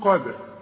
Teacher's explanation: قد الداله بنقلقلها علشان الشرط بتاعها السكون